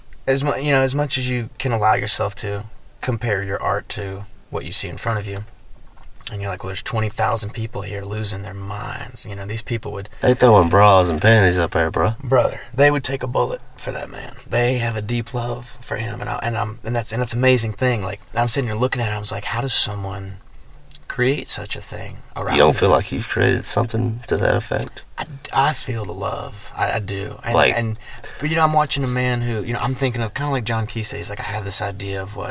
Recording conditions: inside a vehicle